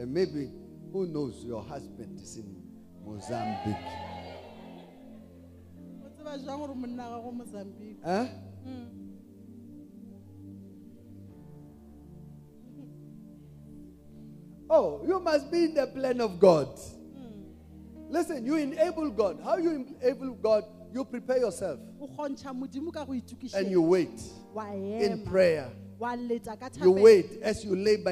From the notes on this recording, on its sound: Day 1 Session 1 The Apostolos Thanksgiving Conference 2023